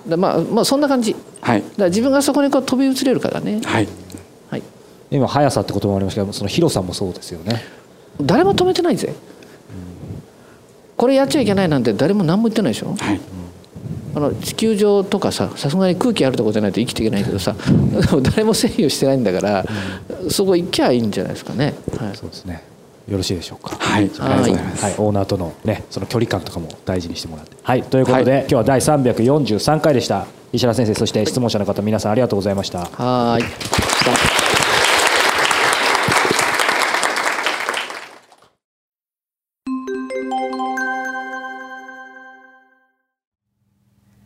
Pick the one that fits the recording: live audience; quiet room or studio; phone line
live audience